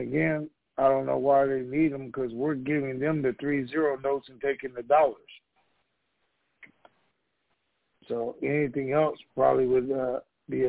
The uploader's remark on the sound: TNTSuperfantastic Conference Call